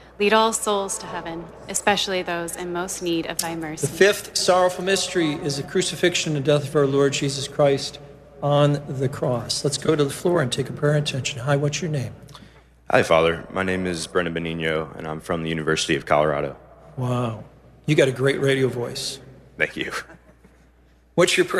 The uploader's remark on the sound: From the SEEK Conference with thousands of college students in St.